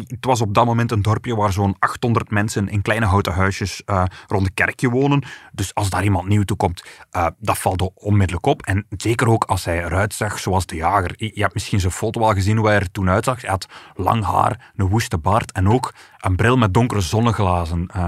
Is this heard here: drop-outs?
no